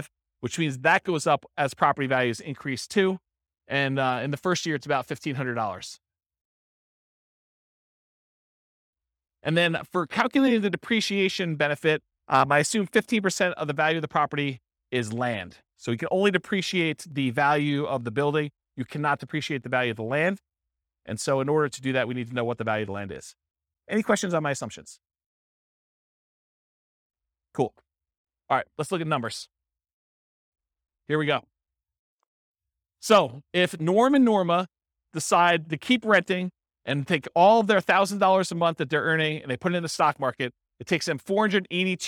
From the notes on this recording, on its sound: This was a live class recorded